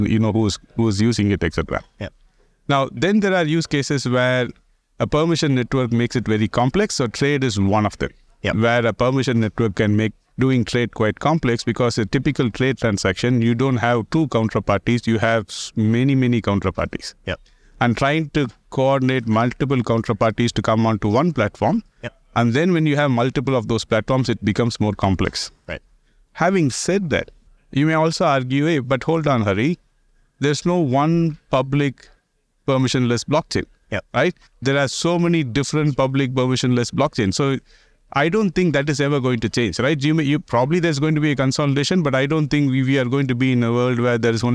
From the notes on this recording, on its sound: recorded at Sibos